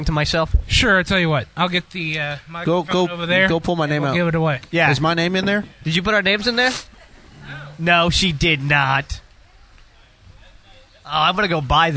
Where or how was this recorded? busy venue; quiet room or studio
busy venue